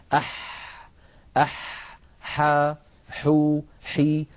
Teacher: والحاء فيها جريان للنفس وجريان للصوت · Term: حرف الحاء